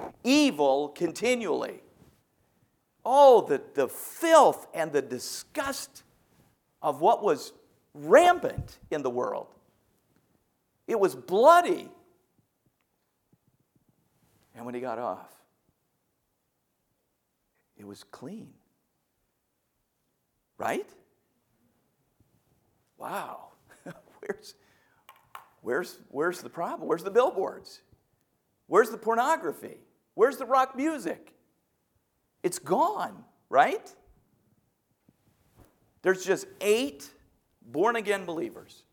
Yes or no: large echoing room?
yes